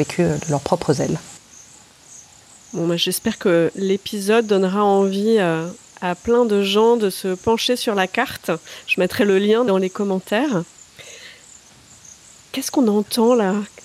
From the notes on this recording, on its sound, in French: Laissez-vous porter par la symphonie de la faune et la flore environnante, en toile de fond de cet échange.